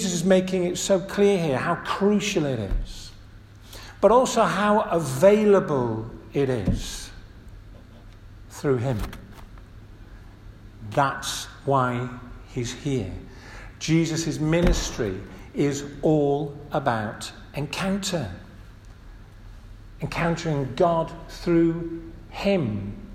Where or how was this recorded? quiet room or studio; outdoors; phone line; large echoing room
large echoing room